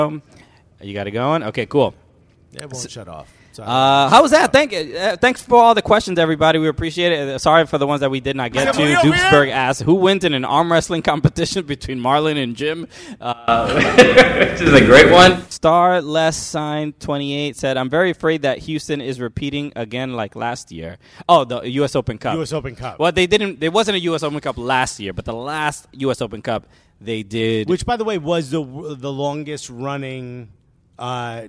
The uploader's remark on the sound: We are coming to you live from Subaru Park today!